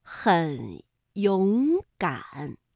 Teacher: 是中间那个字变成了二声，其他不变